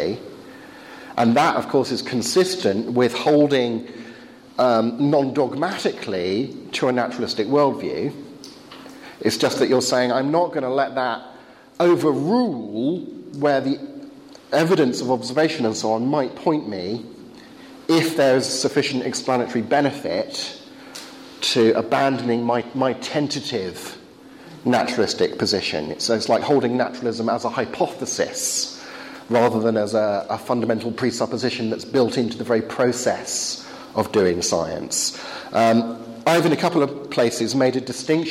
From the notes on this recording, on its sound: Talk delivered to the philosopher's track of the European Leadership Forum 2013 in Poland.